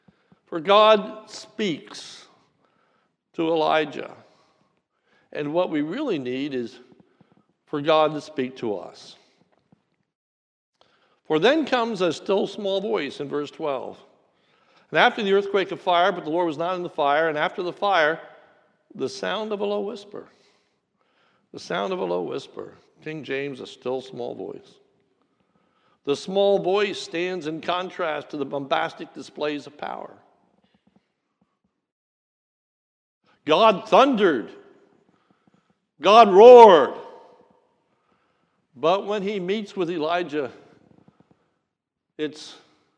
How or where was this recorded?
large echoing room